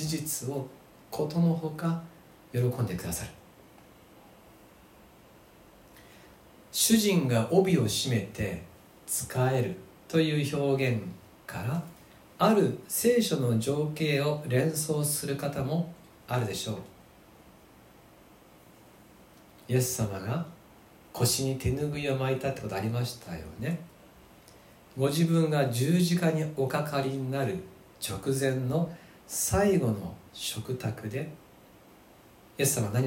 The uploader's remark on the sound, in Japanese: 2020/08/16吉備教会礼拝メッセージ録音